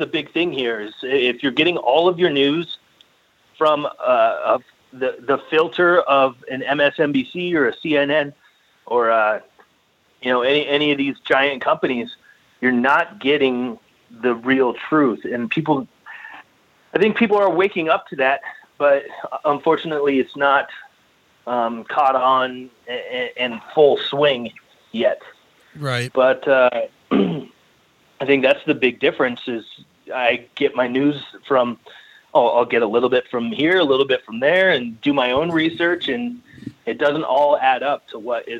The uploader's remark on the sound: called